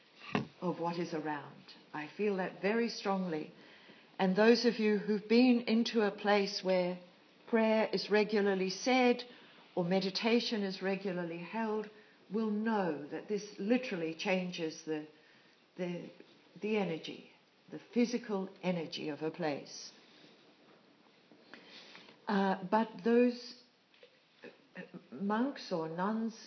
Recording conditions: live audience